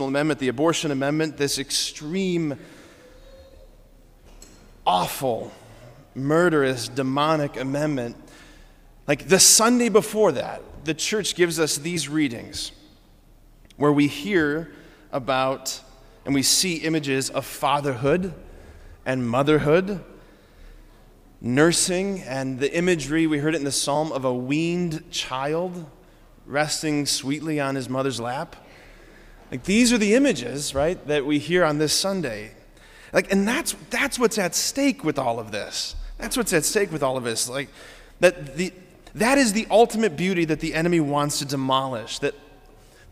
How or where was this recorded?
large echoing room